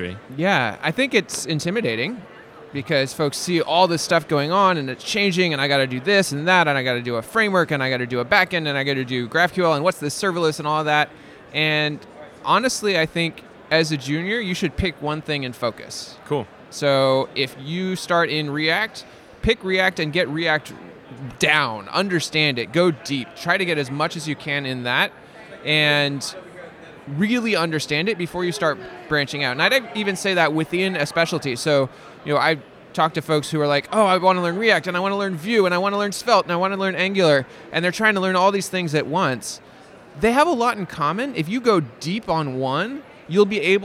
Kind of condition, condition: setting, busy venue